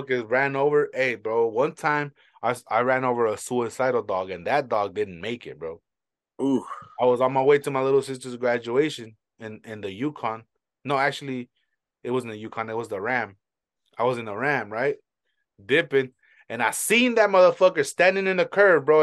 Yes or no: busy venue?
no